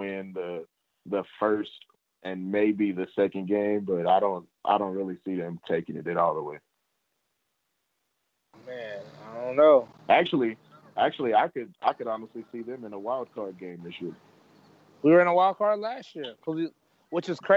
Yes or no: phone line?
yes